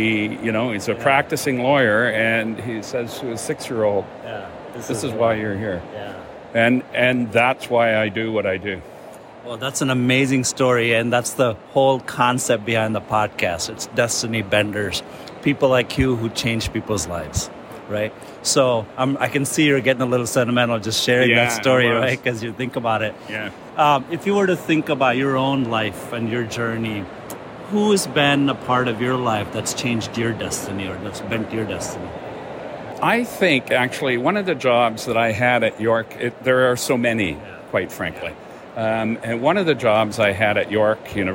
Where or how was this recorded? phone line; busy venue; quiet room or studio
busy venue